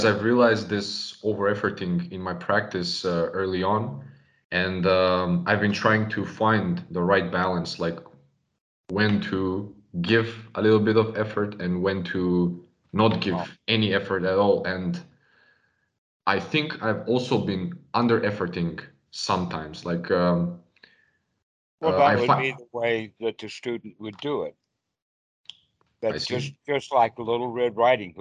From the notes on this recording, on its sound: skype calls on this channel